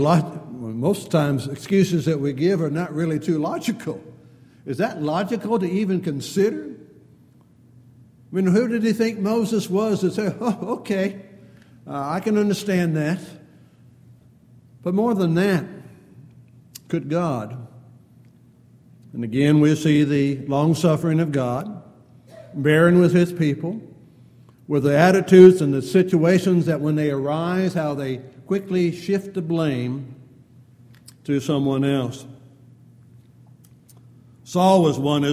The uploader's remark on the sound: Downtown Church Of Christ Audio Sermon